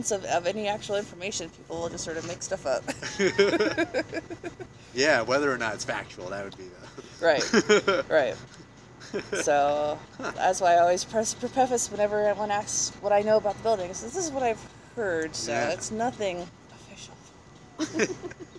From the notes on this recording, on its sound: We recorded at Shoe's & Brews in Longmont, CO.